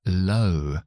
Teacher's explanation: Entonces, sobre todo lo que quiero remarcar aquí es que os distanciéis lo máximo posible de la O, porque es un diptongo que representa la O, pero no contiene el sonido O, sino va de schwa, que es a, a, u, o, o. · Term: schwa con la u